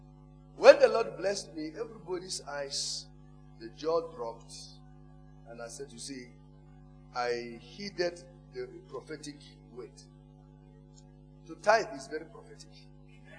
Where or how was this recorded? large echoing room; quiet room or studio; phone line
large echoing room